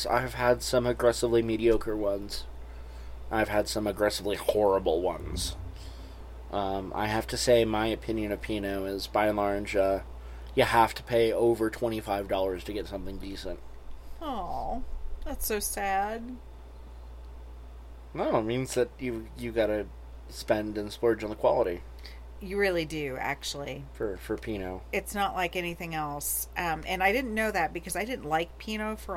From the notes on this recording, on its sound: sit outside on a starry night